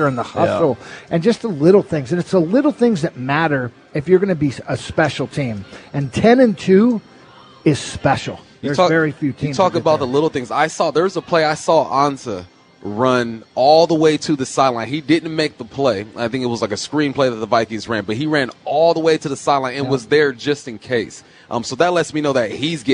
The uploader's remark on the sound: live at Snoqualmie Casino